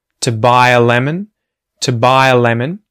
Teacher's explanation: the word to gets reduced and we use the schwa vowel sound. So, instead of to, it becomes to buy a lemon, to buy a lemon.